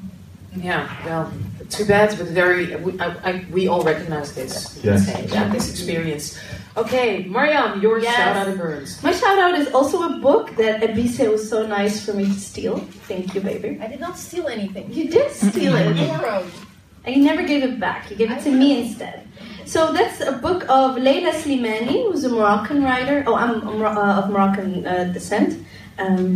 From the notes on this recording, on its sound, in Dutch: This recording is from our very first Live show. Unfortunately technology failed us back then and the recording was lost. Onze eerste Dipsaus live podcast is een feit. Dipsaus was te gast bij het Read My World festival in de Tolhuistuin in Amsterdam Noord.